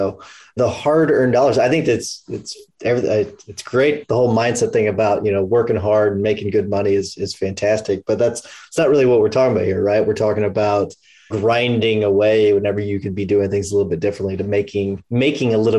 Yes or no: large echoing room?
no